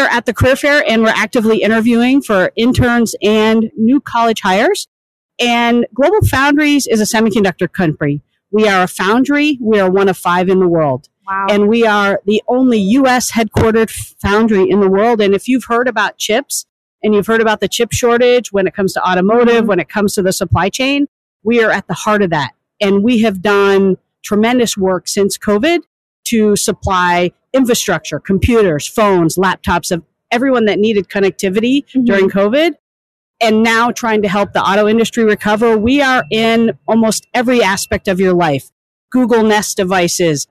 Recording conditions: busy venue